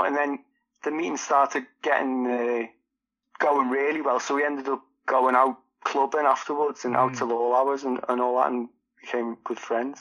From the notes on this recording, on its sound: In conversation, over the phone